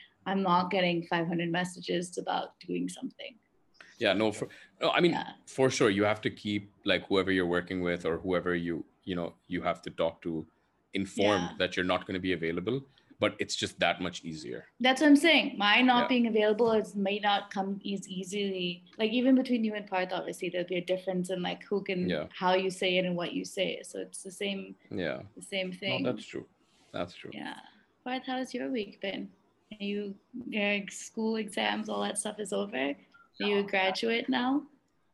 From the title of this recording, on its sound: A zoom-side chat